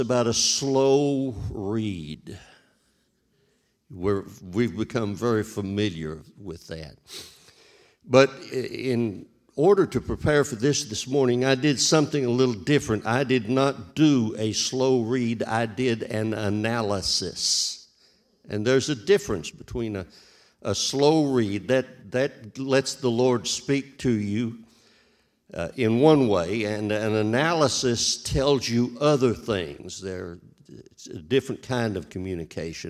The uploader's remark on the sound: This JAT was recorded live on January 2nd, 2022, at Newark United Pentecostal Church.